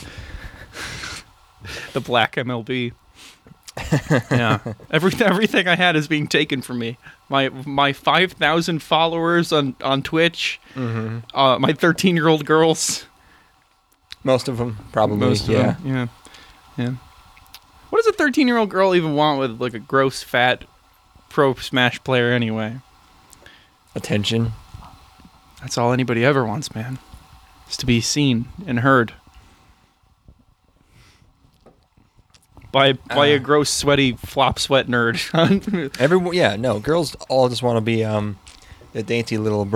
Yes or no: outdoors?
yes